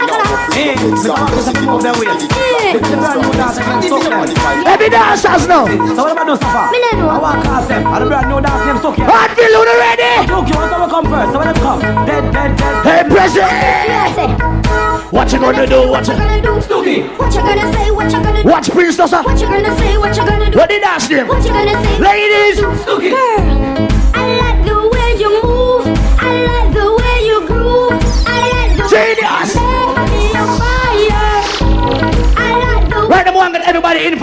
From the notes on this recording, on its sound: AT PREZZY XMAS APPRECIATION PARTY MARYLAND LIVE AUDIO